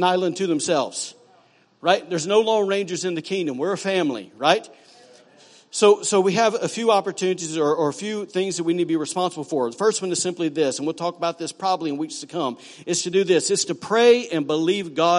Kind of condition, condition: setting, large echoing room